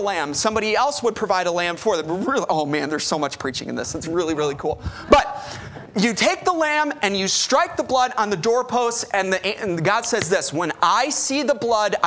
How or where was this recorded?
large echoing room